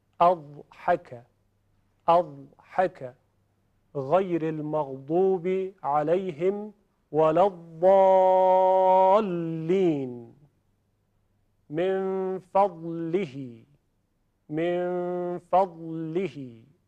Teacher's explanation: حرف ضاد از برخورد کناره زبان به کناره دندان‌های آسیای بالا تلفظ میشه، از سمت راست یا چپ.